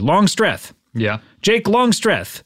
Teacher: pronounce both syllables equally